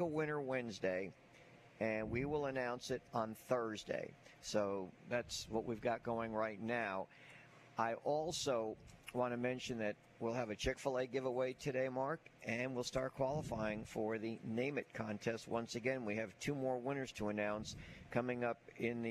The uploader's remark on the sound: LIVE at Wingfingers!